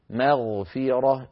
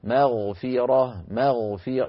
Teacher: الميم هنا مرققة جاورت الغين، والغين مفخمة